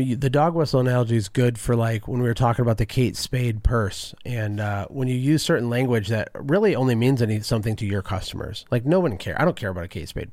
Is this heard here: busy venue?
no